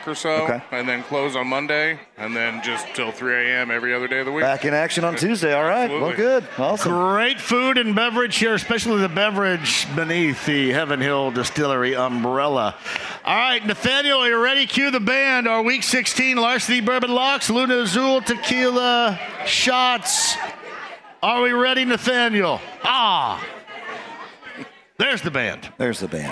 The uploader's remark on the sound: everyone at Britton’s Tavern